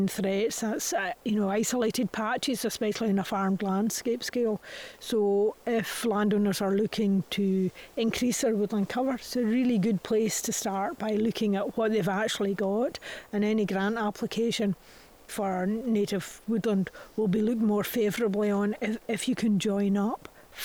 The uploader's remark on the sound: Recorded on site at Tanish National Nature Reserve